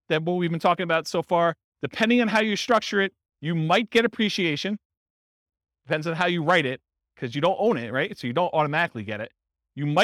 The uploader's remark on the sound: This was a live class recorded